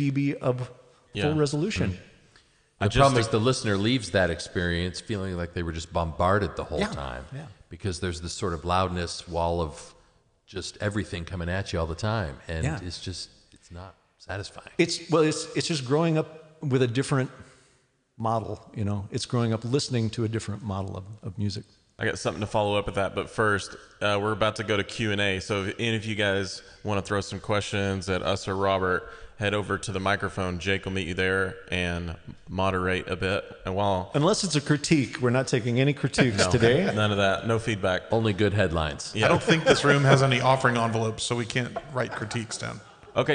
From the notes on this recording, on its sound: Recorded live at the FILO conference in May, 2018. We celebrate the first live recording.